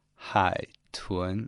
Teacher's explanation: the third tone and the second tone